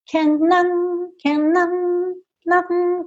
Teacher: Aqui ele não fala nothing, ele fica num som nasal